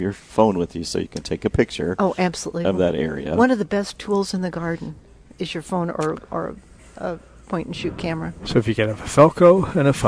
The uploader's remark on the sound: Plant Experts Live at Prairie Gardens.